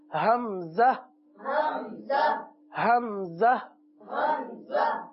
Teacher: حمزہ کا بھی یہی مخرج ہے، حلق کا سب سے نیچے والا حصہ